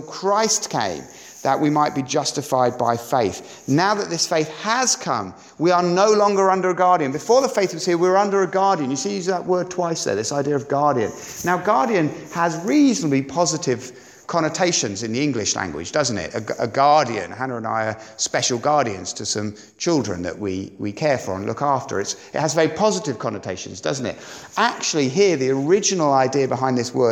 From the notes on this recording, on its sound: on Sunday 23rd April 2017 at Sandon Road Baptist Church.